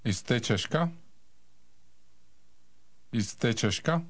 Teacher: Note the rising intonation typical for Czech questions. The high point of the sentence is on the last syllable.